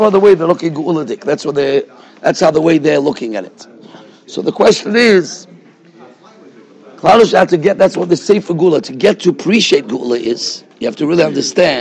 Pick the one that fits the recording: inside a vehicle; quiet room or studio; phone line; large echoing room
large echoing room